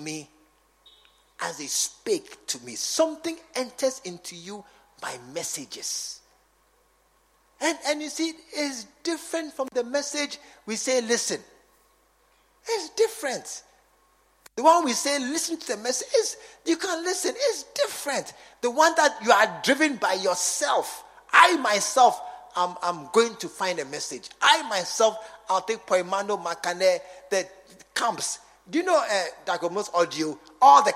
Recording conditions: large echoing room